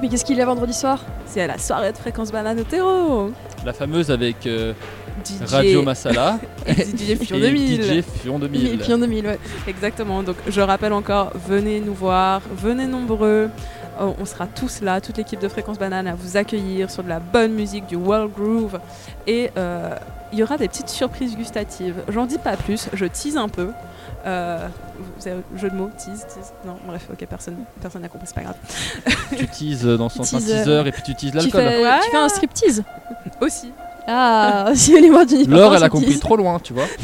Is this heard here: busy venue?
yes